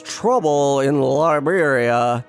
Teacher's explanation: you're almost like putting the L in the back of your throat rather than, and you know, really enunciating it with the tip of the tongue, the tip of the teeth and the tip of the tongue. · Term: lazy L